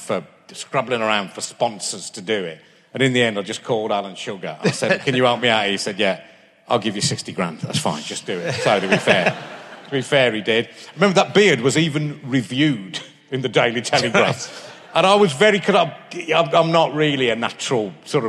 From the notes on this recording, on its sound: RHLSTP comes to Birmingham Town Hall and the biggest audience